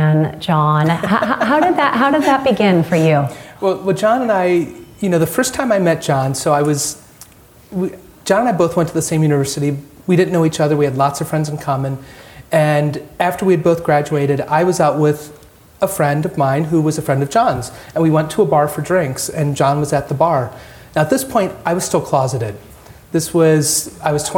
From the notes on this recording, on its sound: During an IVY Ideas Night in Washington DC